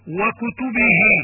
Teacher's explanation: مد صلة قصيرة يمد على حركتين